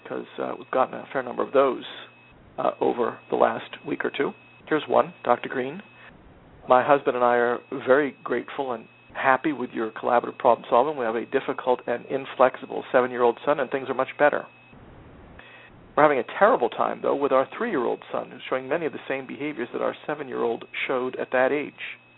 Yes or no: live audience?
no